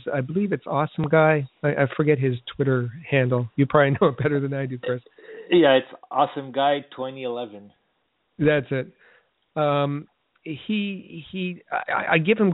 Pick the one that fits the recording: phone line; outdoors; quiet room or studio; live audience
phone line